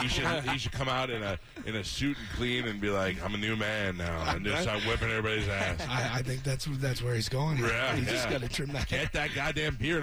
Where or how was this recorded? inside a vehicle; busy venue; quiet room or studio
busy venue